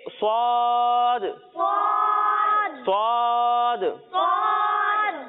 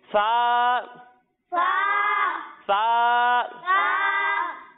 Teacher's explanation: جب ہم سواد اور سین کی ادائیگی کریں گے تو اس میں سیٹی کی آواز آئے گی · Shown in: first take · لیکن جب ہم سا کی ادائیگی کریں گے تو اس میں